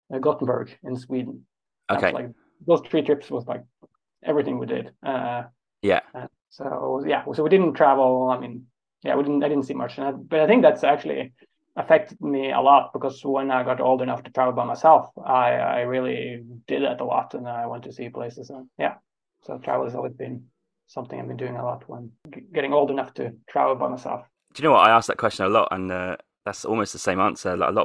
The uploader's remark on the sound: A month later, we caught up on Zoom for this interview.